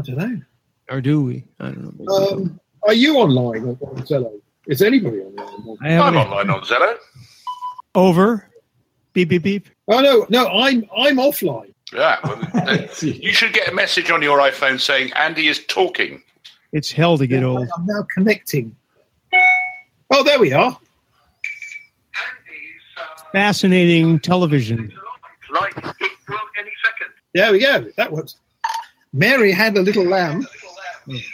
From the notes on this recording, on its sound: Using Jitsi Meet, we gather a few friends